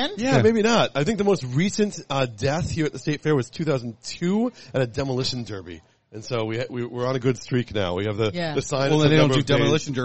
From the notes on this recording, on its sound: Live from the Fair. LIVE from the Minnesota State Fair!